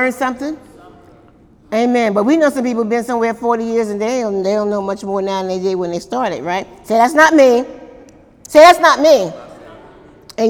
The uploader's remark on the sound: During Wednesday night service on May 9, 2018